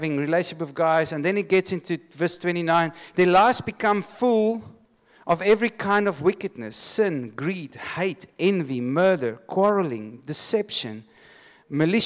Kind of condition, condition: setting, large echoing room